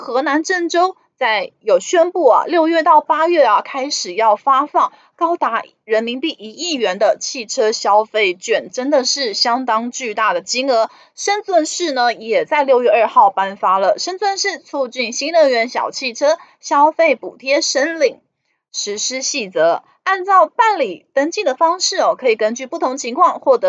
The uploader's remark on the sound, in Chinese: 本集有些許雜音，已亟力避免，如有察覺請多多包涵。